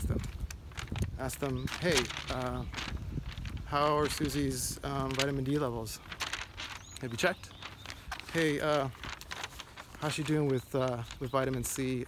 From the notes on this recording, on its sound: "walk and talk". I apologize in advance for the "noise" (mostly the handout I was holding in my hand). I was recording video for the first time, looking at the rear camera of my phone (not able to see myself).